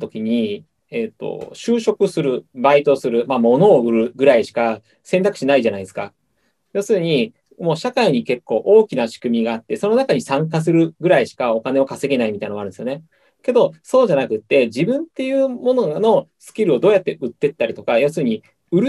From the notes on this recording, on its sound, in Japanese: ZOOMでの収録の様子は動画でも公開！